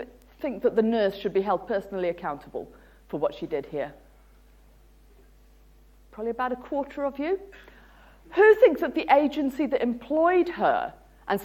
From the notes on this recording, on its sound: UCL Lunch Hour Lecture